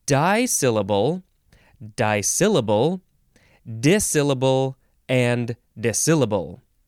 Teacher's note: You can emphasize either of the first two syllables in the word disyllable, or you can say di or dis, and you could spell it disyllable, or you can have two S's next to each other.